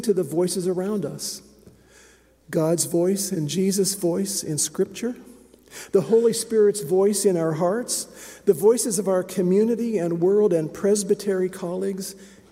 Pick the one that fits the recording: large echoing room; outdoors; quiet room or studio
large echoing room